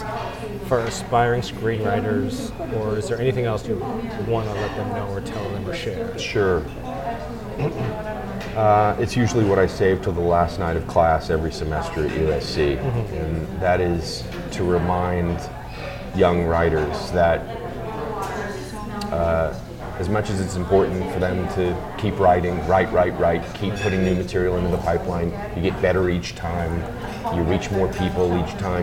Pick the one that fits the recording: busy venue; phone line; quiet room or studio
busy venue